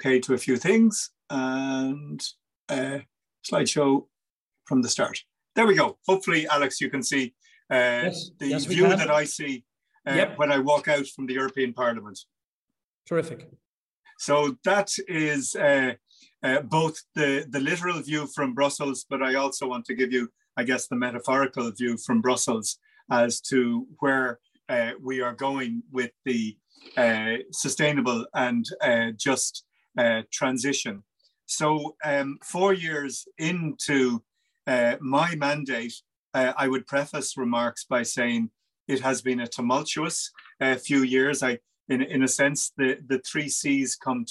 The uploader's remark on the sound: In this second event in a series of webinars co-organised by the IIEA and the European Parliament Liaison Office (EPLO) in Ireland, an expert panel of speakers discusses.